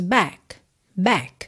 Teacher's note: Pode ser que você não ouça esse k, k no final, tá?